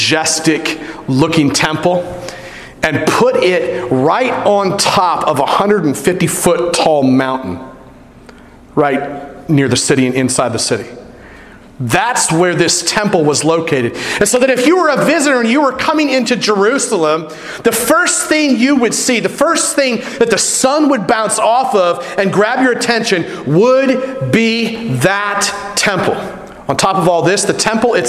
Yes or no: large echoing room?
yes